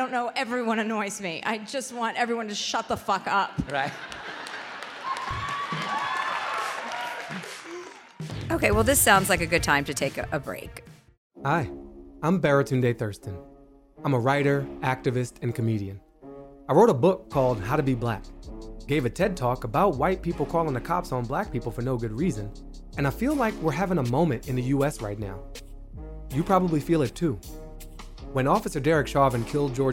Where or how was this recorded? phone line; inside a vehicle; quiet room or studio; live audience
live audience